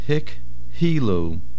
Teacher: Make sure we hear the hey. If you say it quickly, it sounds like hikilu.